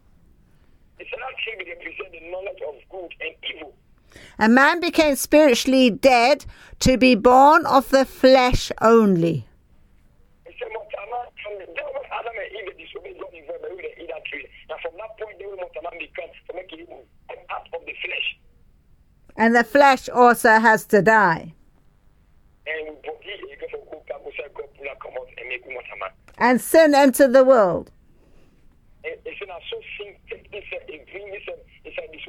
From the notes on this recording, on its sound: Speaking via phone to group in Sierra Leone.